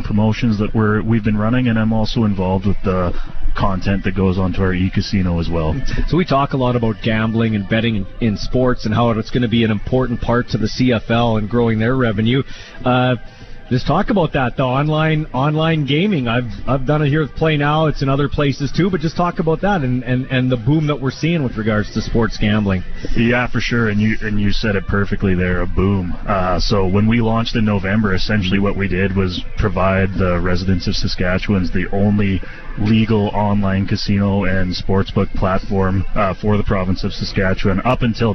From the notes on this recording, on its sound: LIVE in Saskatoon for #Riders Training Camp